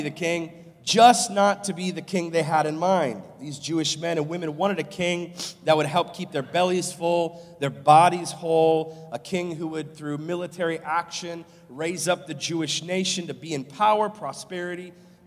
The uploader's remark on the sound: live from Covenant Church